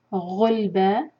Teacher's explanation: غلبا با مد عوض عن التنوین، دو حرکہ کھینچیں گے اس کو